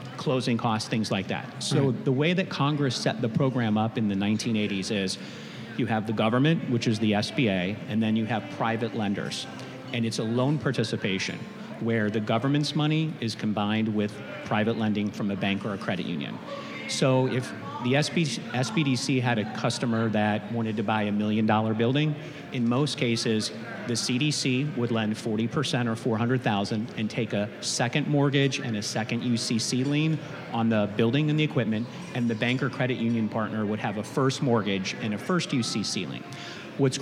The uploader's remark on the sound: We're coming to you live from the Florida Association of Government Guaranteed Lenders conference. Recorded live at this year’s FLAGGL Small Business Lender’s Conference hosted at The JW Marriott Orlando, Grande Lakes.